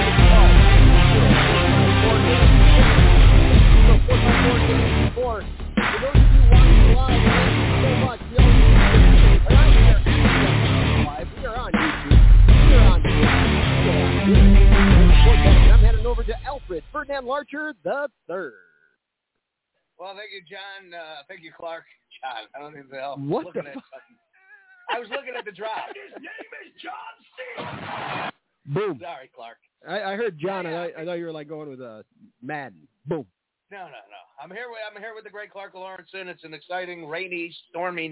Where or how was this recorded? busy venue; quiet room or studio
busy venue